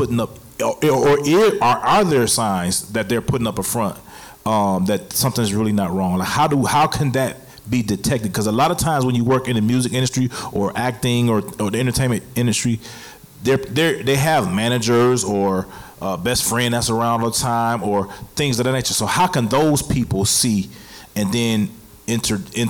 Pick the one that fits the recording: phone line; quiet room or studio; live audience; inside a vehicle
live audience